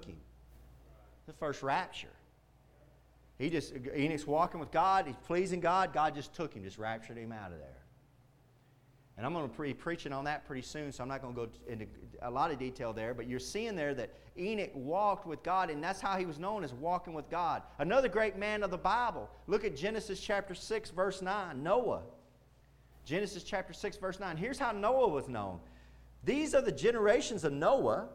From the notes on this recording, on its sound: Preached Wednesday Night at Indian Gap Baptist Church.